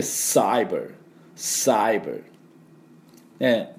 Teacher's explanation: この C の音はあの S の音ですね。ですから、スと、鋭く空気を抜く、この音が必要です。